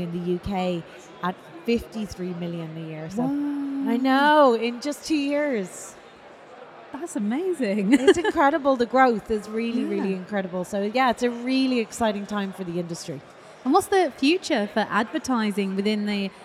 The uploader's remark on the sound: Live in London